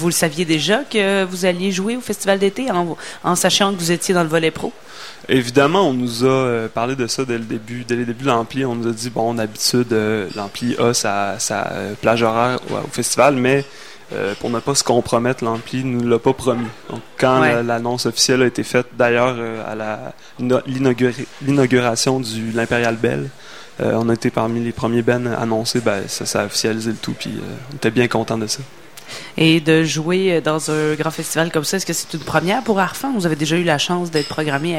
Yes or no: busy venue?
yes